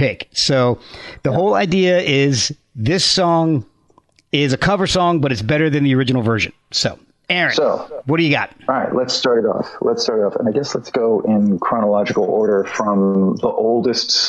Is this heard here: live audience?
no